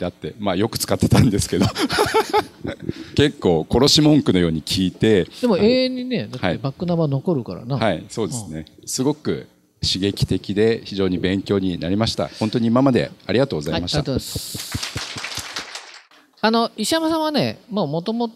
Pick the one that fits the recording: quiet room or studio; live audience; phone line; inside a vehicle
live audience